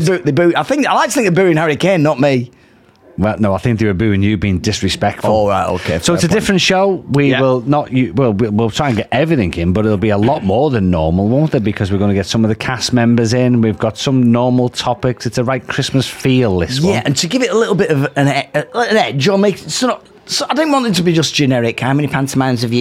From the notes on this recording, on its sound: Live from blackpool grand theatre christmas special. Recorded during and in between performances at Blackpool Grand Theatre. We are lucky enough to be joined by some of the cast from this years panto.